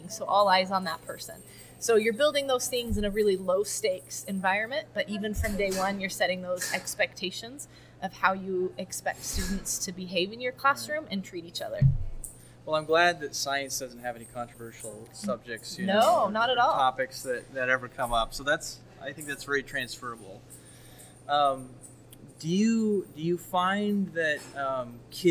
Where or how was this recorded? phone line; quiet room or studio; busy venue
busy venue